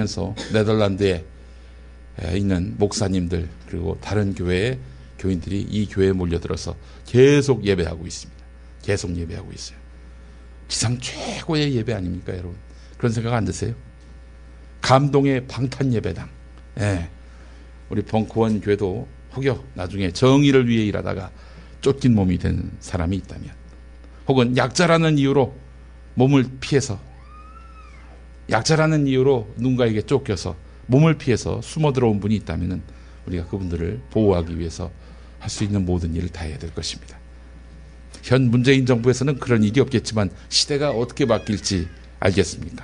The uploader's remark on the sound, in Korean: 장소] 벙커1교회 (서울 마포구 월드컵북로5가길 8-15 지하 1층)